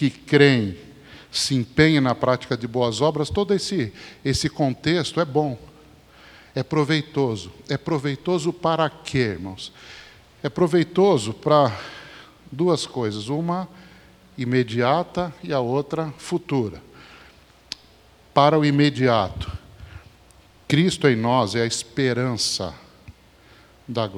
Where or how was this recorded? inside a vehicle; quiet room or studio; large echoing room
large echoing room